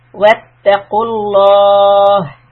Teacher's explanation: The Lafzi Jalala here will be heavy